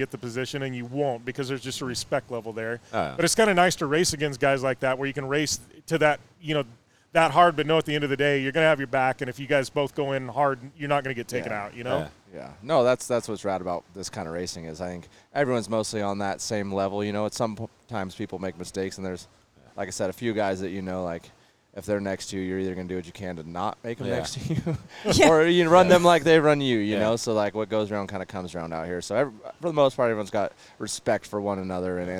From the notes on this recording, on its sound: Live at Fall Crandon races.